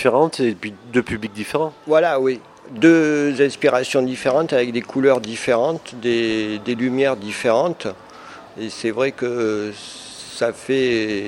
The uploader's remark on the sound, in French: Interview audio de l'artiste peintre Aquarelliste. Lors de son exposition de peinture dans la galerie d'art de l'espace Culturel Leclerc à Gap.